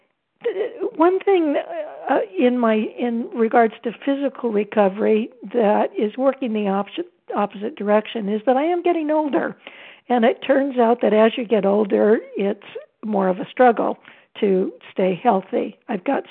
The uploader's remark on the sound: 100 Pounders Phone Meeting